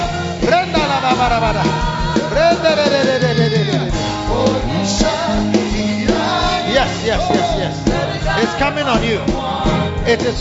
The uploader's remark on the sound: Preached at the Riverside Atmosphere Service - The Makarios Cathedral, HQ.